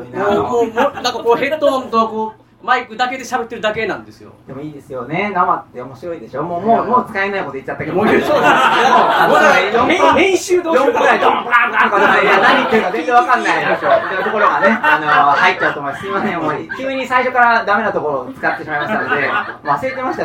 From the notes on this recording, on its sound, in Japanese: 公開収録 inシネマスコーレ。